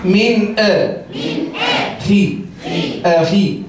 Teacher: نون ساكنة مظهرة قبل الهمزة المفتوحة